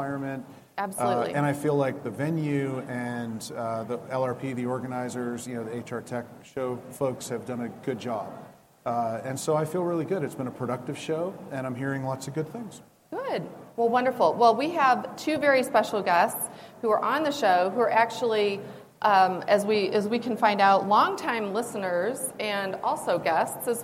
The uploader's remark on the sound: Live with SAP from the HR Technology Conference